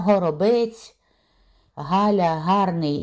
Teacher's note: «гей» в норме произносится так же, как украинское фрикативное «г»